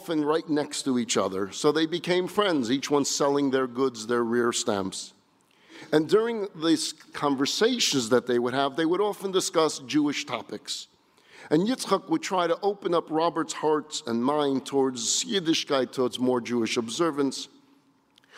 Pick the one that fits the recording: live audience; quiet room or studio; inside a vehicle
live audience